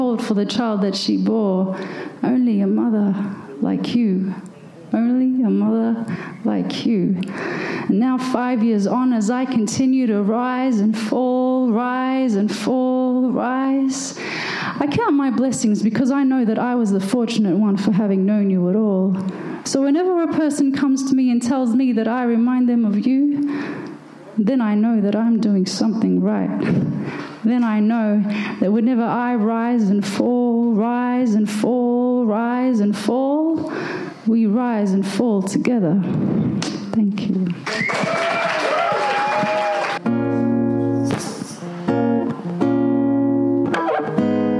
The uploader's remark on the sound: Hares and Hyenas Bookstore in Fitzroy Melbourne. A selection of rap, hip hop and spoken word poetry recorded live at the Hare Hole.